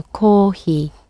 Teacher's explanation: the h sound is actually very soft. It doesn't need to have any extra sound in it